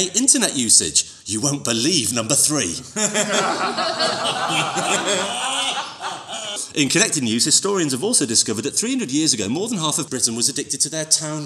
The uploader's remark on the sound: Recorded at the Westwood Centre in West Yorkshire in front of an audience of humans.